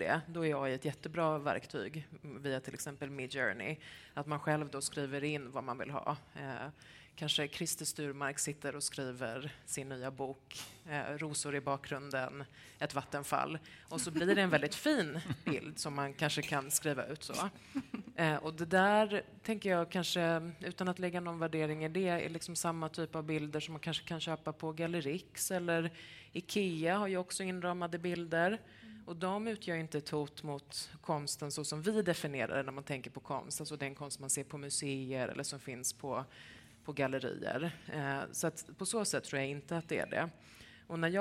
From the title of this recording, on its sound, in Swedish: Bonusavsnitt live